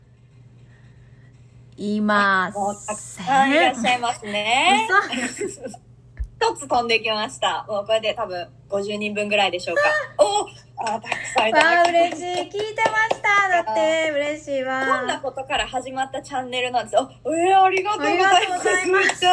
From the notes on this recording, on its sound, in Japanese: インスタライブをやってみた！Instagramでライブを開催しました！その様子を録音しています。